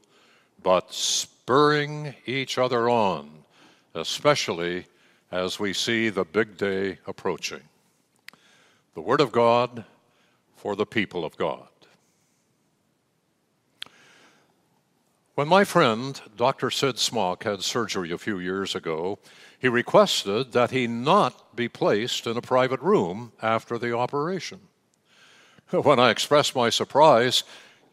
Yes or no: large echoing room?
yes